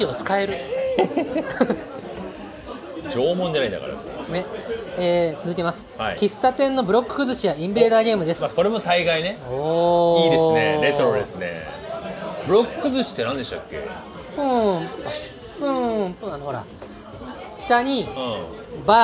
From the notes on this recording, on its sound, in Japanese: 今回もイカセンターからロケ収録。